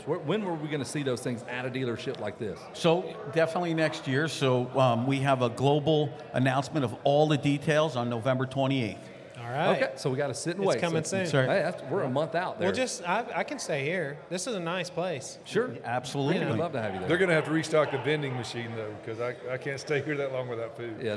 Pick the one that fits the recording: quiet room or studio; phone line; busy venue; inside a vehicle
busy venue